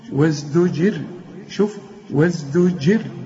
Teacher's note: كل راء زي ديت قبلها حرف مكسور عند الوقف ترقق